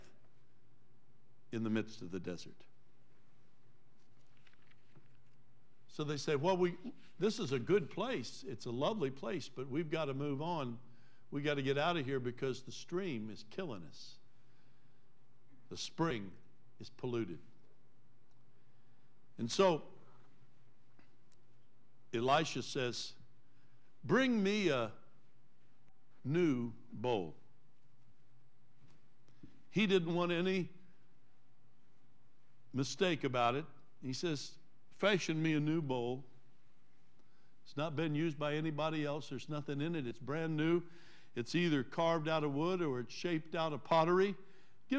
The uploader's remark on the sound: Trinity Church Live.